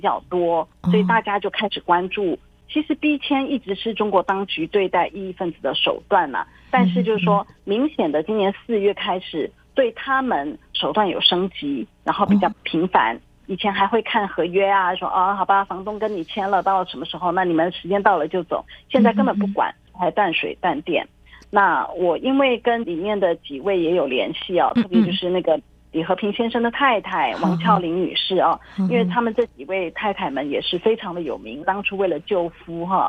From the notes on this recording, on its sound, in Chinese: 連線訪問中央社駐上海記者